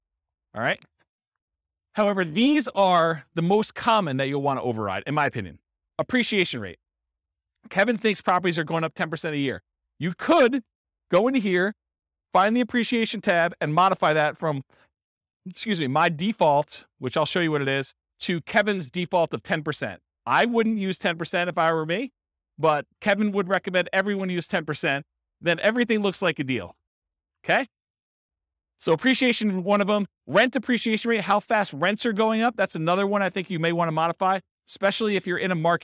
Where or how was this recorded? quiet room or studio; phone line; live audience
live audience